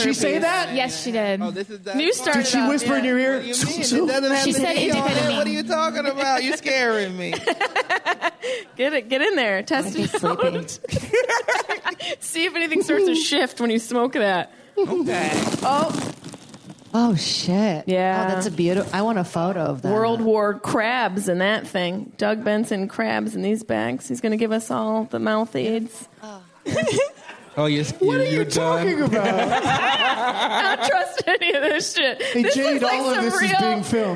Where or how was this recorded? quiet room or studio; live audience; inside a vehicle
live audience